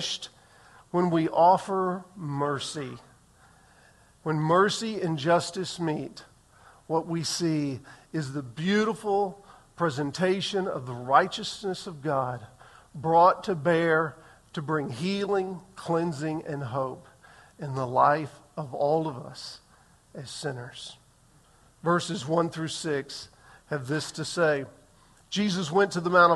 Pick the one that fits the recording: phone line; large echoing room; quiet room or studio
large echoing room